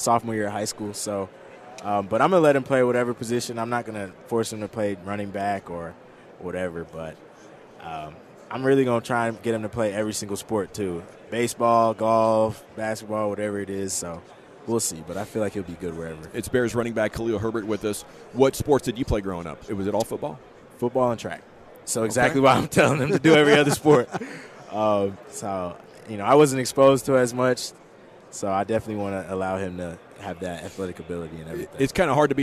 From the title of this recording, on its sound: live from Super Bowl Radio Row